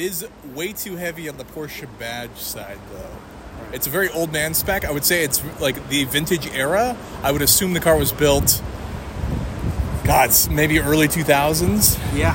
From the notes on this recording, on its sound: Tormenting Tarmac live from Barrett Jackson Day 1. Throughout the week, I will be dropping some shorter episodes from Scottsdale.